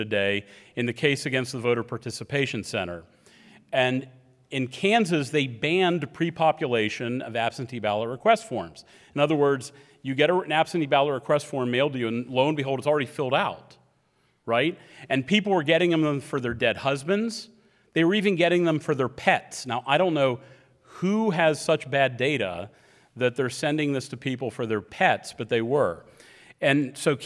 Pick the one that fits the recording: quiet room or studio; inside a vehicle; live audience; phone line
live audience